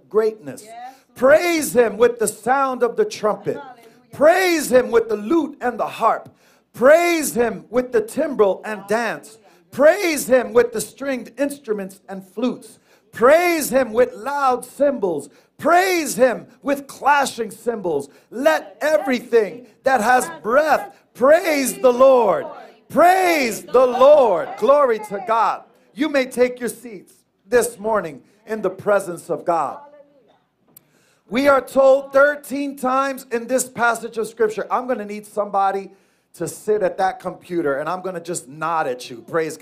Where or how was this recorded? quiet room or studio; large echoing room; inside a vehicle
large echoing room